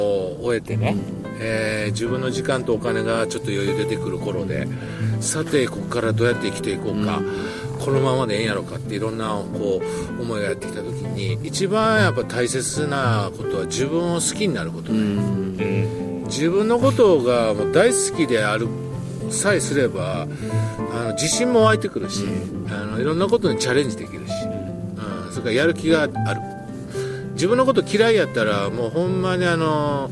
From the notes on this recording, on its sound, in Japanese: 富士山をバッグに３人対談